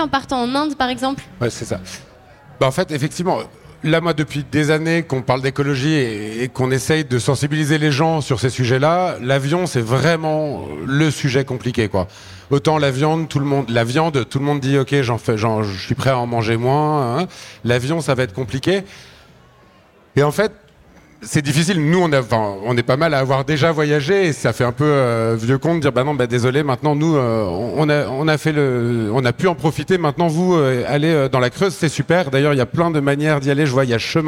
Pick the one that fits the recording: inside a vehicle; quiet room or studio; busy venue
busy venue